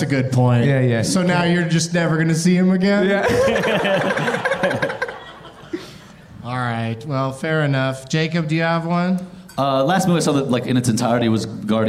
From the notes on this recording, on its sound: Live from the Improv in Houston